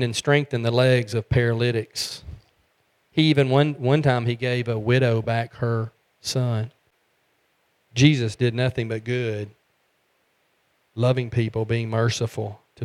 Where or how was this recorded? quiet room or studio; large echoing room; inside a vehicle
large echoing room